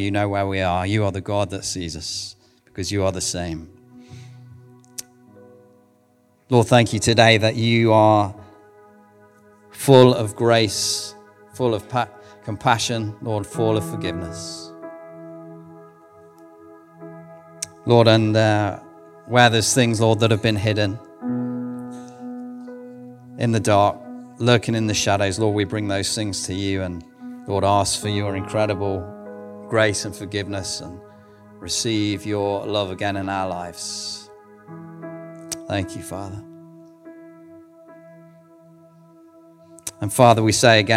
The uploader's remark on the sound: recorded at One Church Central